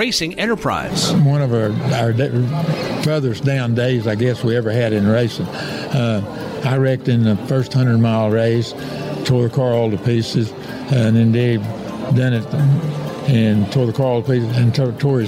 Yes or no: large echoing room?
no